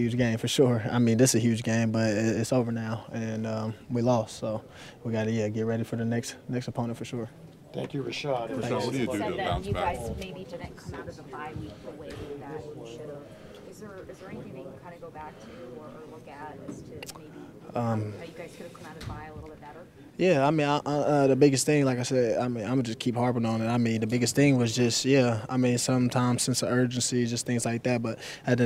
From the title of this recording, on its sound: Press Conference